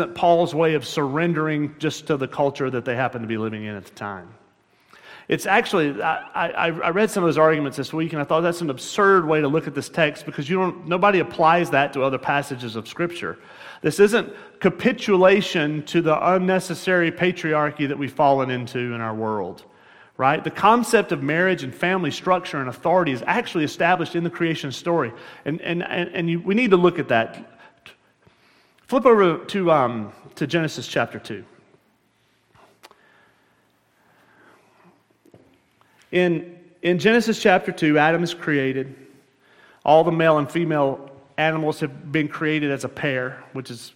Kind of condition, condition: setting, large echoing room